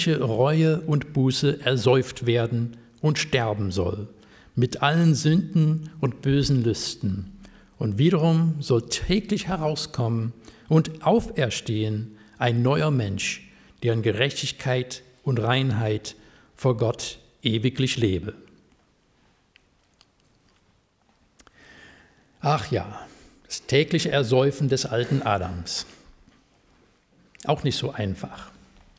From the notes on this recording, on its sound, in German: Predigt aus dem Gottesdienst vom 16.07.2023.